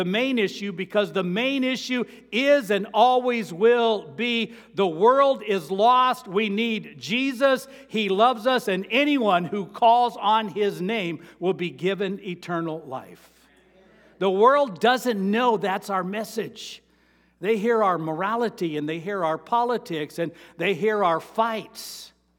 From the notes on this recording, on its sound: Sermon preached on Mary 21, 2023 at Avondale Baptist Church